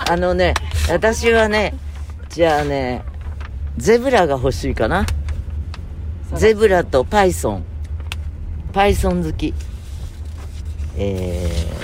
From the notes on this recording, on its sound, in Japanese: 今週も車の中からコニャニャチワ。